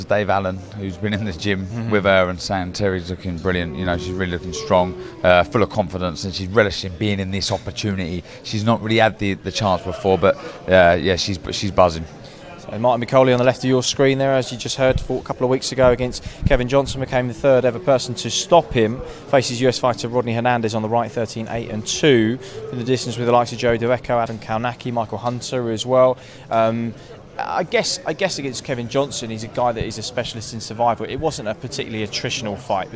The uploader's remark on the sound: Press Conference